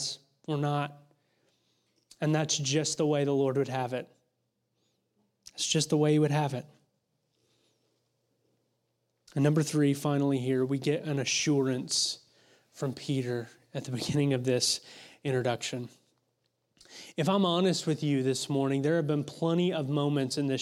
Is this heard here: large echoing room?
yes